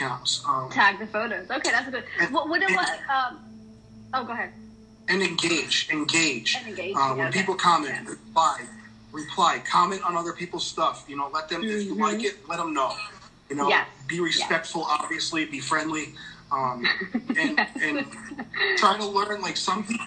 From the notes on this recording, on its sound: This episode is from an Instagram live